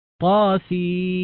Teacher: فتدغم النون التي في آخر سين مع الميم التي في أول ميم وتغن، والغنة مقدارها حركتان كما ذكرنا، والحركة تقدر بثني الإصبع أو فرد الإصبع، لا نطيل فيها أكثر من ذلك ولا نقللها عن ذلك. · Term: الإدغام بغنة